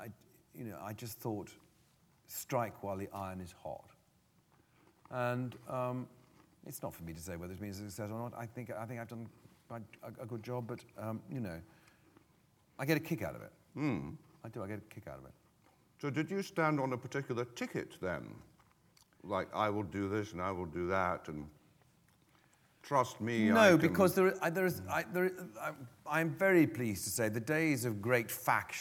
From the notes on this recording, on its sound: This is a live recording of a Platform event from September 2012.